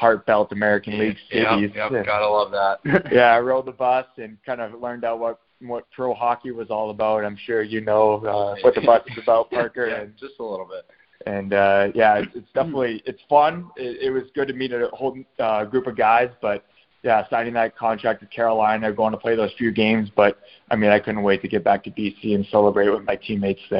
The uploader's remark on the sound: the recording of our LIVE conference call